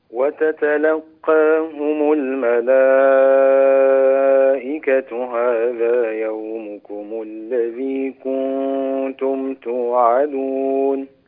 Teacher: انظر إلى كلمة الملائكة مدها ست حركات كاملة أنت تمد الستة بمقدار الأربع حركات تقريبا وتتلقاهم الملائكة هذا يومكم · Term: المد المشبع